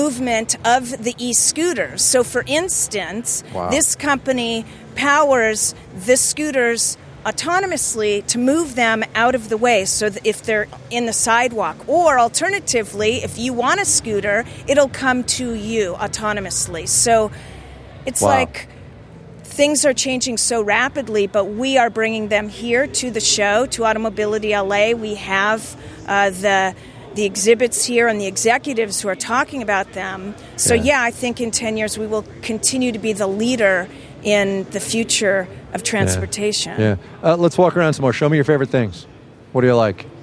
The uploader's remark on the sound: She talked with us from the show floor.